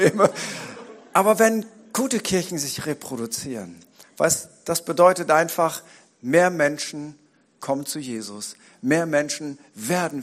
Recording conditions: large echoing room